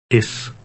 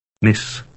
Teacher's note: The Dutch S has a hissing sound, as in the English word miss.